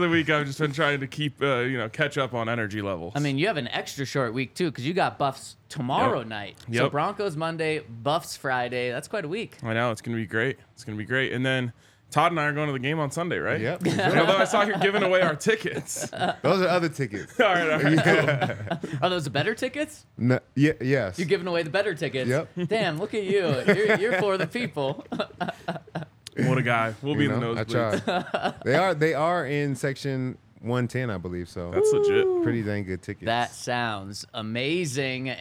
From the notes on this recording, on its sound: coming to you LIVE from the DNVR Bar